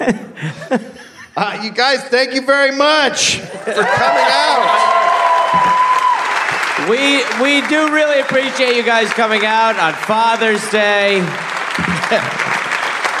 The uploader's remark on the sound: Live in Australia. Live from Adelaide, Australia.